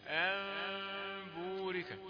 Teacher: ميم المخفاة يعني ما تضمش الشفتين قبل الباء كده أنبورك زي وأنبئهم وهكذا أنبورك لأن الحكم هنا إيه إخفاء